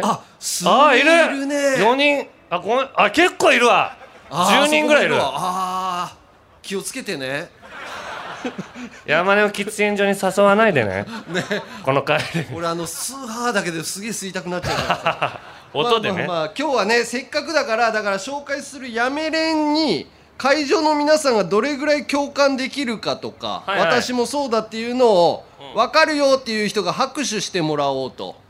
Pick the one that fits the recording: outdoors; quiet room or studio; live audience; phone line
live audience